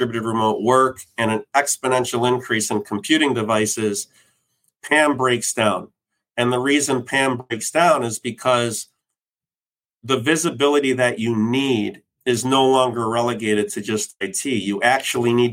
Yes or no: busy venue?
no